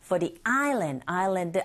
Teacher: I 모음이니까 정관사 더는 D로 발음하시면 되겠죠.